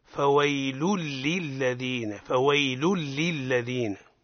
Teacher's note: فويل للذين لا يا سيدي يكتبون. فويل هذه حركة التنوين حركة نضم اللام ثم ننتقل مباشرة إلى اللام الثانية